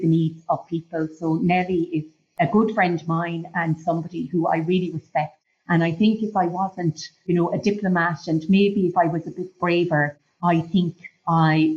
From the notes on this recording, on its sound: Live from the Vatican. The interview which was conducted via Zoom. Equipment supplied by Flux Learning Ltd.